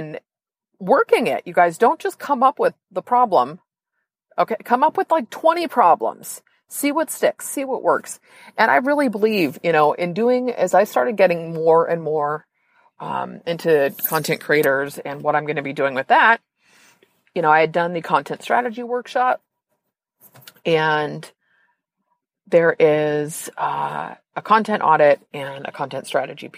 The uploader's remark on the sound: This episode is a little different in that I recorded the episode from the car before I wrote the show notes.